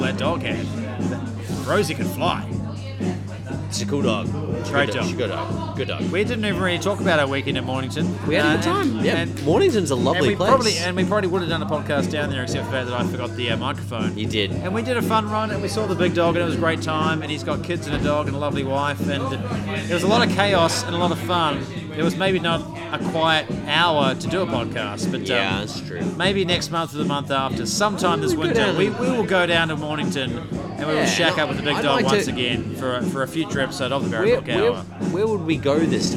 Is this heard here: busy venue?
yes